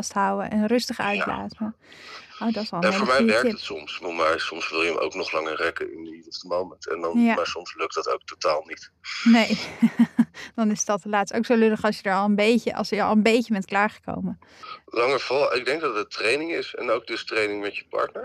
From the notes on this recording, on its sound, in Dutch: Weliswaar niet live in de studio, maar aan de telefoon.